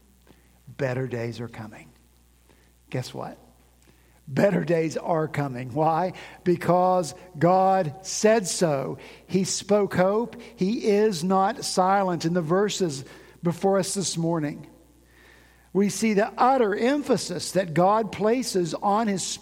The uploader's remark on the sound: At Redeemer Presbyterian Church in Charleston, SC